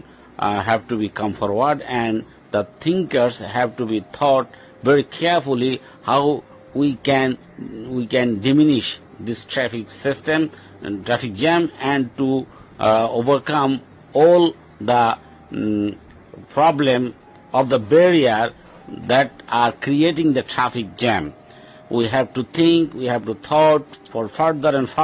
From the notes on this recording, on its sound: The voice has been recorded on the road from a sufferer from the traffic mismanagement.